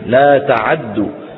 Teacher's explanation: تعدوا، لا تعدوا بفتح العين، لا تعدوا. فبعض القراء قرأها بعين مفتوحة